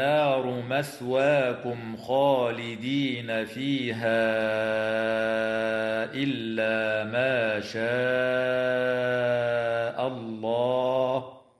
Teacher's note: النون المشددة في كلمة النار حكمها الغنة بمقدار حركتين